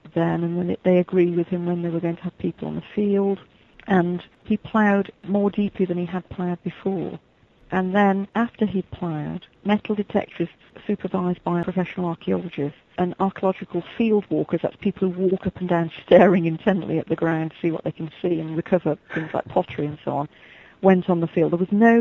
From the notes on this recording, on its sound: Chat with us via telephone.